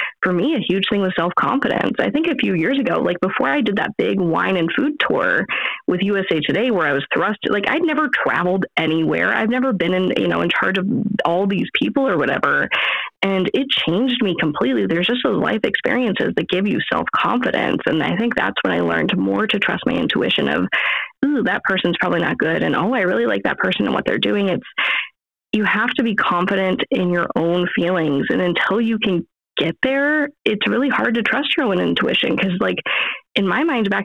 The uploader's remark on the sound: our phone connection was a little wonky